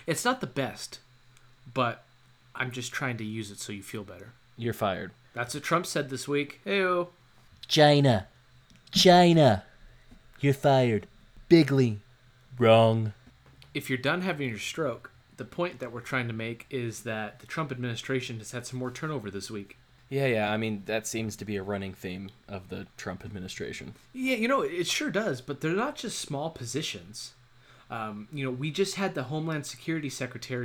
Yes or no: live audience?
no